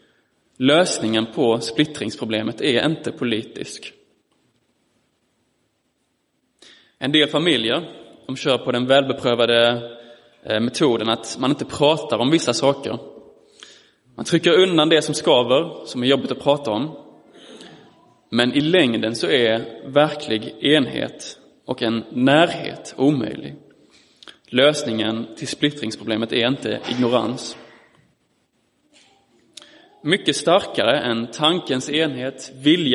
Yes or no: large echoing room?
yes